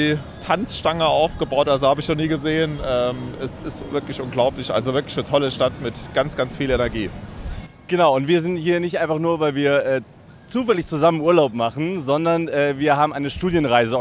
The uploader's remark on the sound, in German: Live aus den USA. Der Podcast wurde am Times Square aufgezeichnet.